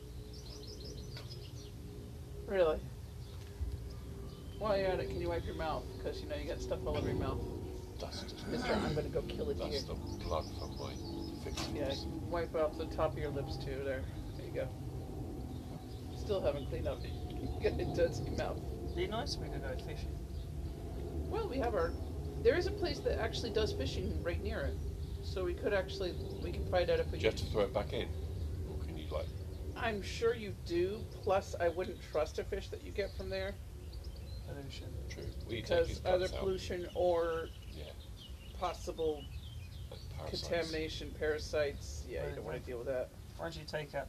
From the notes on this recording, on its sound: In this episode the birds are making more noise than we were.